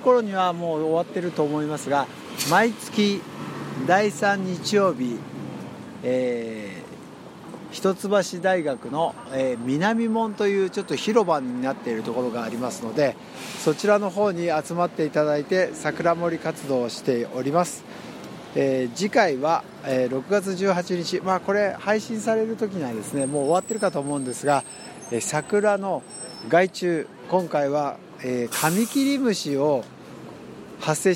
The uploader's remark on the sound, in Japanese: 現場国立駅前ロータリーから